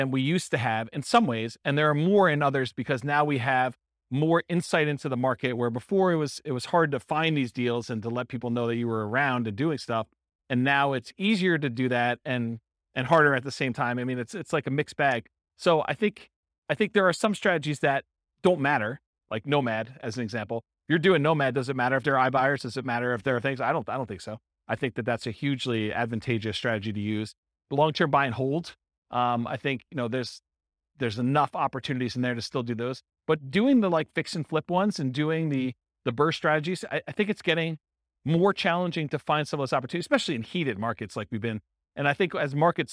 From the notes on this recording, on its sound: This was a live class recorded